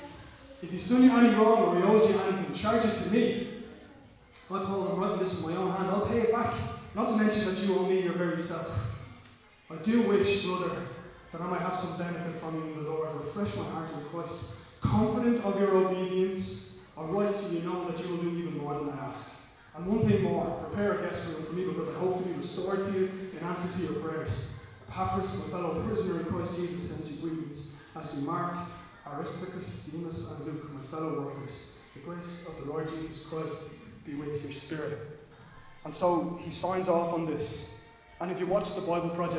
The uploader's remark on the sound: Recorded live at Liberty Church on 19th July 2020